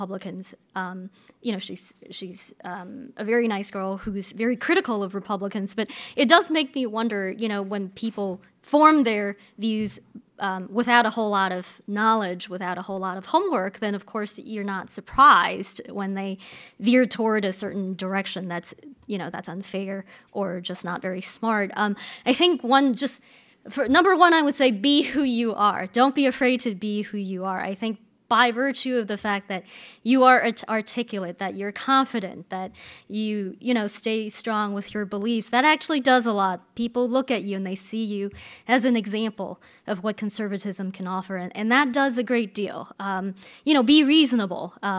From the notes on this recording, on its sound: Her remarks were recorded at the Clare Boothe Luce Policy Institute's 2016 Western Women's Summit in Santa Barbara CA in April.